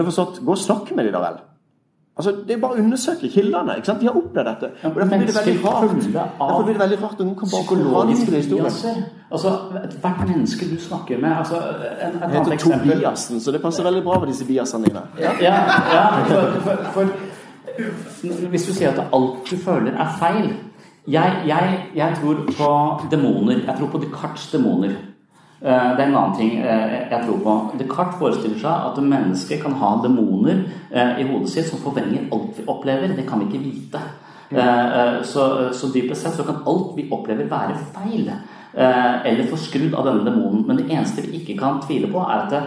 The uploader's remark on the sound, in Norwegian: I denne episoden gjester vi skeptiker uka på Universitetet i Agder i regi av Laget som er et kristent studentsamfunn. Vi skal spille inn en episode av «Pastoren og Psykologen» med publikum i salen.